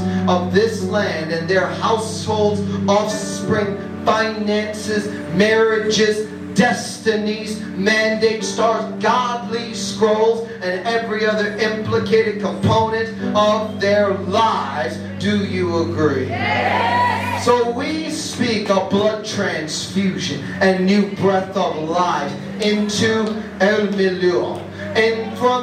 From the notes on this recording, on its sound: Ermelo, South Africa. The recording of the first night of a ground breaking conference.